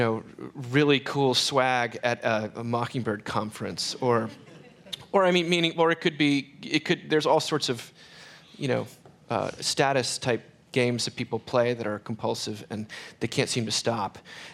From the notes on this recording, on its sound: Recorded live in front of an audience at the Mockingbird Tyler festival.